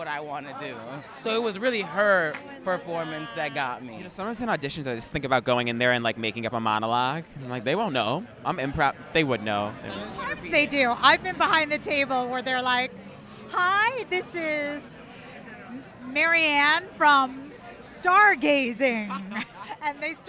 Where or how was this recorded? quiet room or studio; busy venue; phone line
busy venue